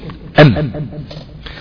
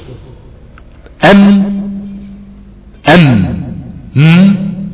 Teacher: لما انت بتقول حرف الميم بهذا الشكل ام، شفتيك بتعمل ايه؟ شفتيك بتخبط وبتستقر